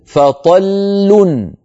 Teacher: هذه الكلمة آخرها لامان، فطل لام ساكنة تتلوها لام مضمومة